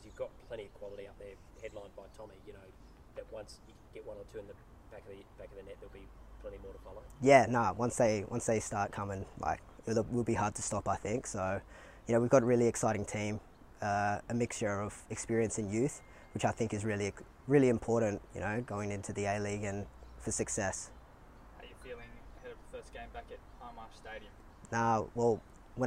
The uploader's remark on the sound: Press Conference. Spoke to the media at Coopers Stadium.